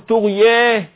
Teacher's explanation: إنما الأصل الفتح طغيا زي بالهدى اسمه فتح متوسط